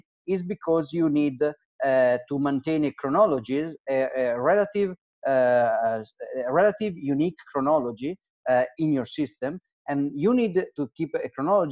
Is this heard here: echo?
no